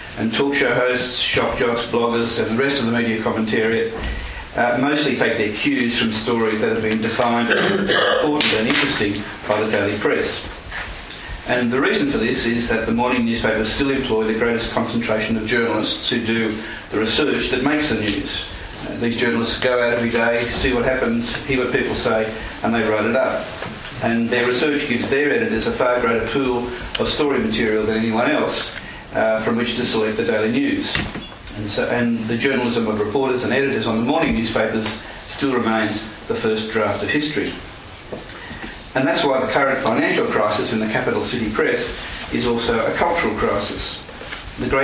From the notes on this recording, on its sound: presented at the conference hosted by The New Criterion and the Social Affairs Unit